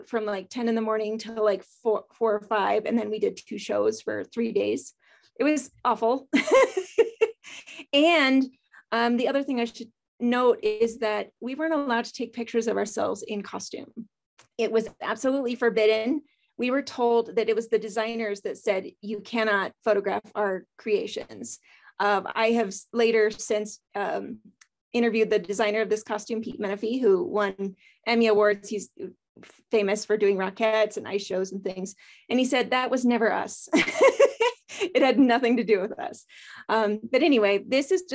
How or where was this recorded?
video call